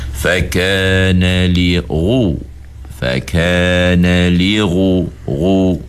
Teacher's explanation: Isti'ala ni kena tebal. Cuma nak tebalnya itu macam mana? Kita kena angkat pangkal lidah. Jadi kena baca gini.